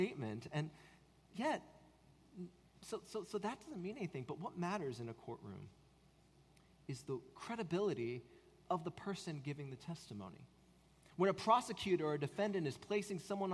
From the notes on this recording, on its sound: At Redeemer Presbyterian Church in Charleston, SC